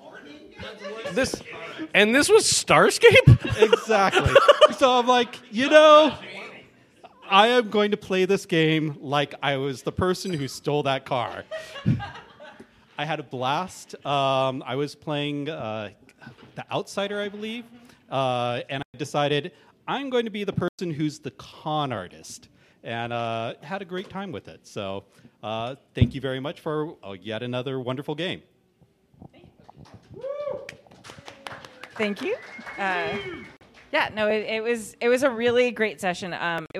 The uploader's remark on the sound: Live from OrcCon 2024 at the Hilton LAX in Los Angeles! A great panel show with members of our audience. Since it is a live event, the audio quality is not the same as our normal episodes recorded in our studio.